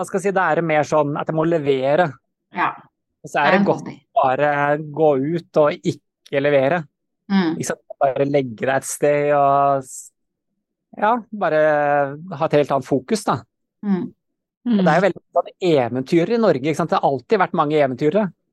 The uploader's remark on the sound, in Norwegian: på Zoom, rett fra sola i Arizona